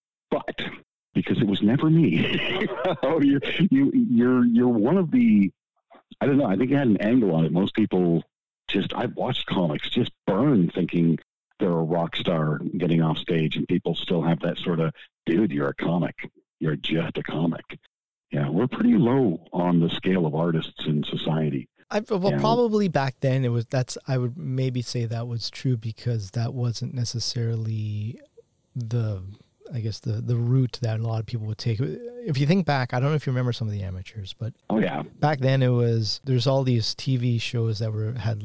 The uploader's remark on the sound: I apologize on the guest's voice quality as it was done over the phone.